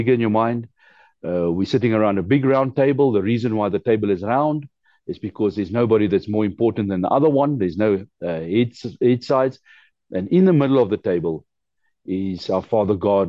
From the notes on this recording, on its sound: The Transformation Table Zoom Meeting